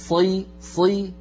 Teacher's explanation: لكن انتبهي إلى الصاد ألا تقترب من السين